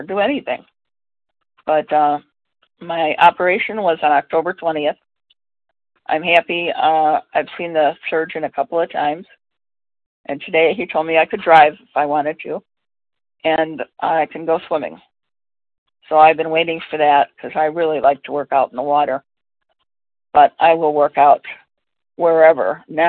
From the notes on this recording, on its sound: From the 100 Pounders Phone Meeting.